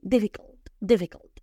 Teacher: el pequeño cambio está en la U, que la U suena en ciertas ocasiones como A · Term: A a medio abrir